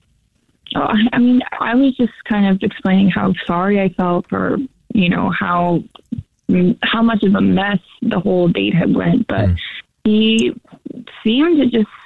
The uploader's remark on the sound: We get that other person on the phone